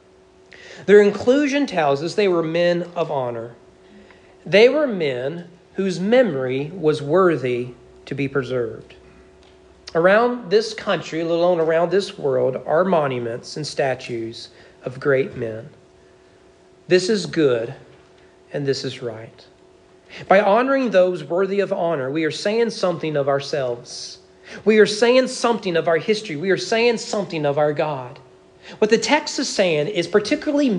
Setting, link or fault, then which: setting, large echoing room